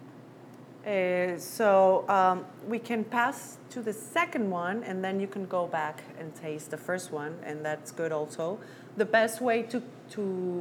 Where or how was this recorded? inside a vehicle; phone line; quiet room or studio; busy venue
busy venue